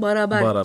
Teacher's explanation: Kelime içindeki E sesi kalınlaşarak bazen A sesine dönüşüyor.